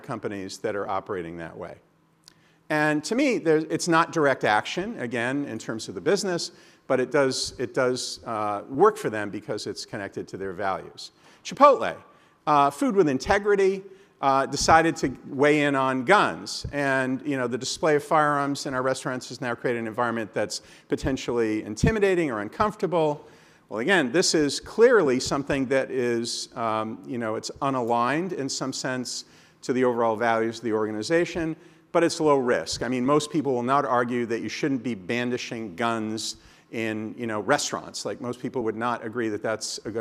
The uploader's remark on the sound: At this year's Annual Conference, Page welcomed to the stage